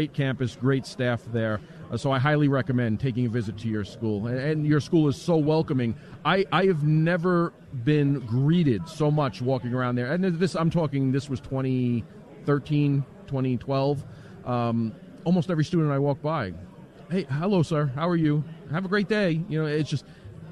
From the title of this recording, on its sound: LIVE From CPAC